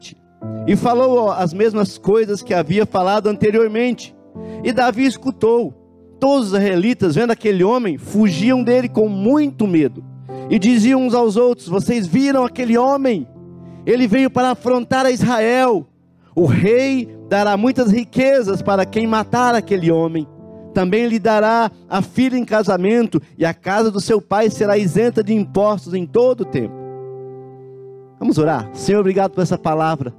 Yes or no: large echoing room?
yes